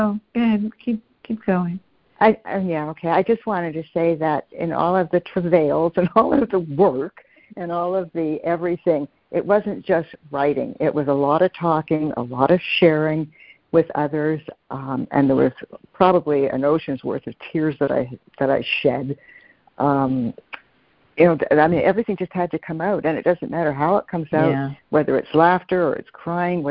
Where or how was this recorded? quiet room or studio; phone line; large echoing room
phone line